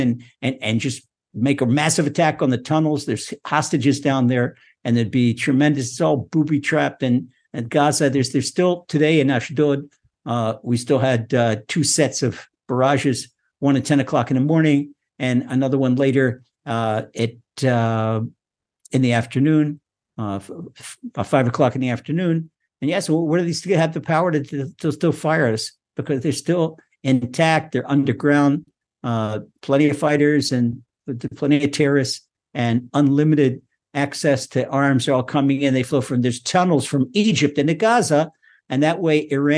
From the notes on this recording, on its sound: Recorded via TORCHzoom.